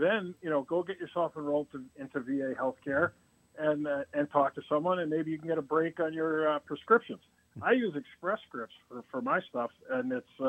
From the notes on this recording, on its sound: joined via telephone